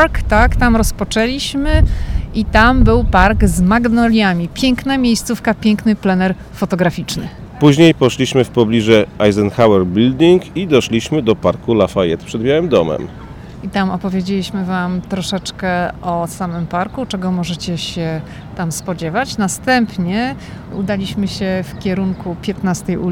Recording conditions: outdoors